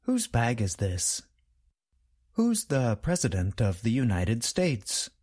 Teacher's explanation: The contraction and the possessive adjective both sound the same. They are both pronounced with the sound of the letter Z at the end.